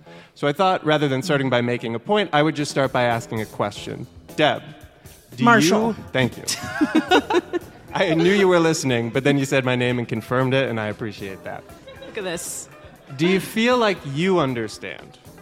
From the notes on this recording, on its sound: For our first ever live show, recorded at Atlassian's Team '23 conference in Vegas. Took to the stage to debate this thorny topic.